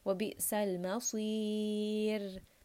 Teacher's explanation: So we want to switch from heavy sad to light ra.